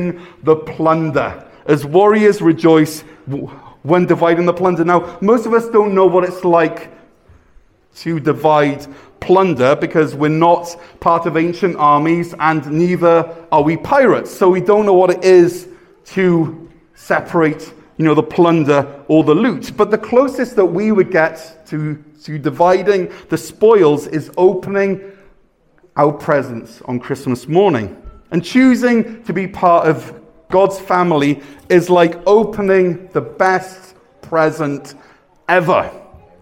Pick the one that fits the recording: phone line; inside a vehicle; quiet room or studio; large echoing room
large echoing room